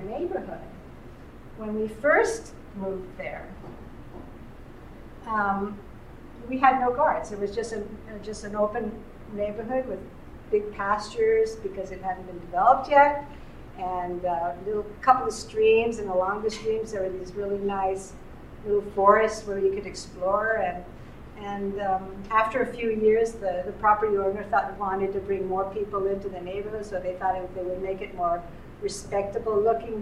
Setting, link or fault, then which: setting, live audience